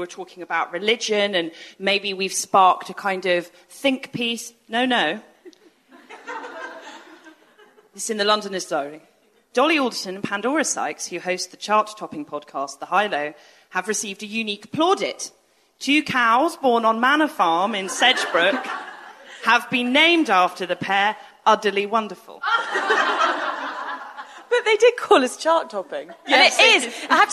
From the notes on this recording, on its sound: It’s another live episode, recorded at The Old Selfridges Hotel in collaboration with Google Pixel 2.